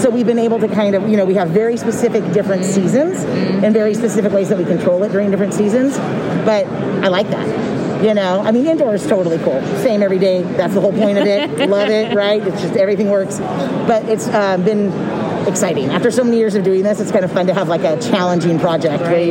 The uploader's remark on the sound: 2021 Cannabis Conference Expo Interviews. On the expo floor to hear the answers of consultants, equipment manufacturers, and event organizers.